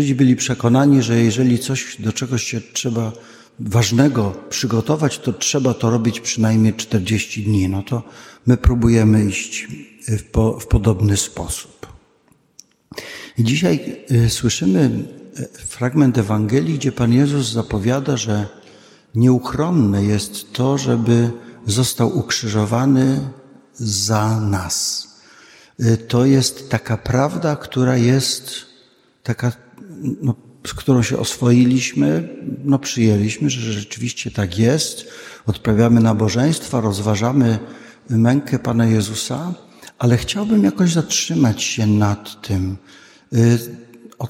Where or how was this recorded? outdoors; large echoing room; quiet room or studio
large echoing room